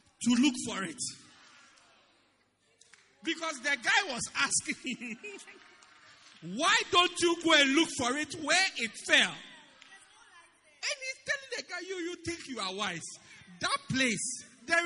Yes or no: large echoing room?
yes